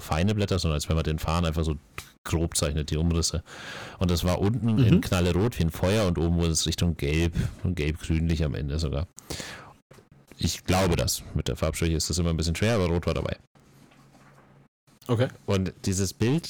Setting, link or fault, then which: fault, distortion